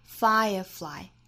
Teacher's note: firefly 第一个音节重读 firefly. Knowledge is like a firefly,后面 beautiful in itself,后面这三个单词有一些难读。首先呢，我们先发好 beautiful,尾部是有一个舌侧音的，那在跟后面元音连读呢，会带出一个 l 的音